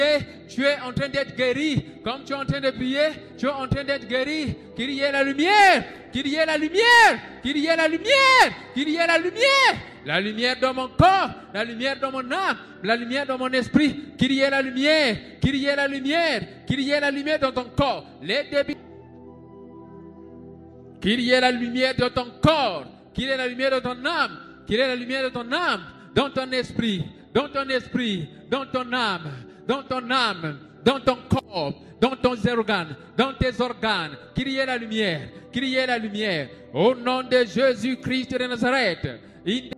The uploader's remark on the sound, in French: SERVICE EN DIRECT DU DIMANCHE